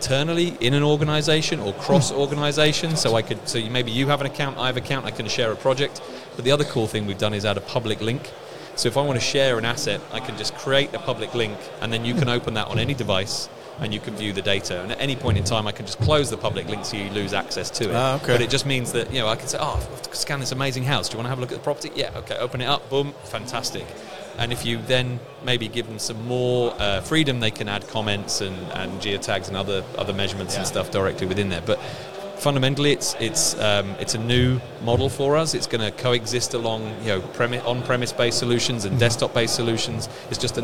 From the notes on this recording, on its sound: Day 2 of INTERGEO 2023 "LIVE" from Berlin!